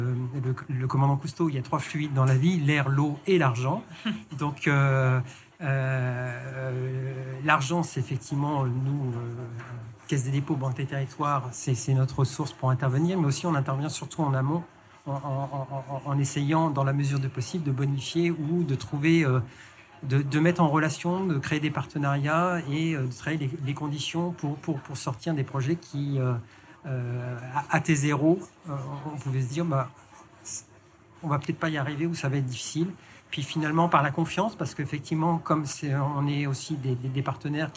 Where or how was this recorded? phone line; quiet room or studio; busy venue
busy venue